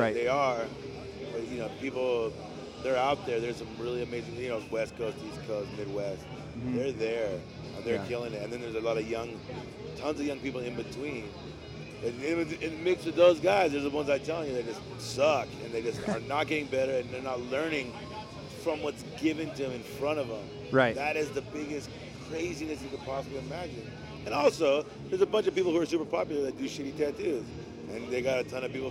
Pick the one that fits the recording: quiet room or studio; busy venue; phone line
busy venue